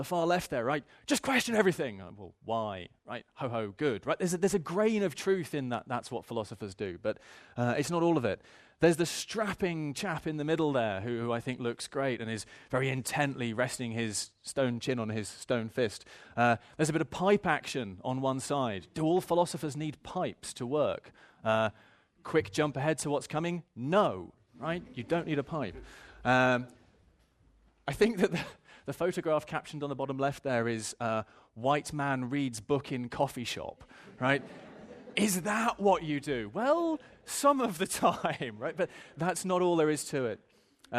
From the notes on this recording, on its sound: A Sydney Ideas and the Centre for Time event held on 10 August 2017 as part of Sydney Science Festival for National Science Week